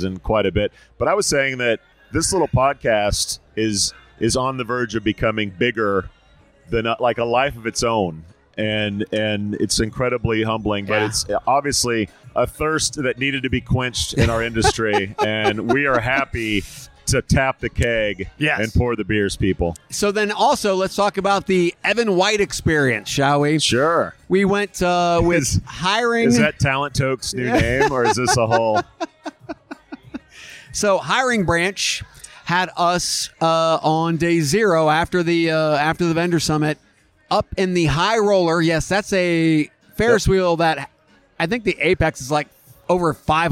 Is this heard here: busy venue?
yes